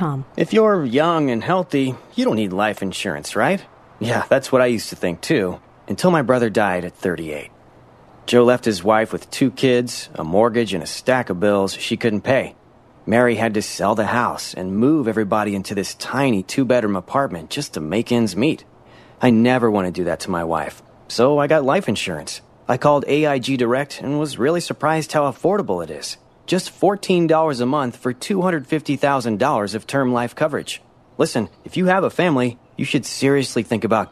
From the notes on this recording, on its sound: Holes For Heroes Live on Medicine Lake.